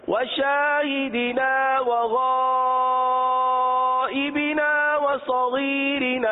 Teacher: درمیان میں صرف غائبنا یہاں پر مد ہے لہذا اس کو کھینچیں گے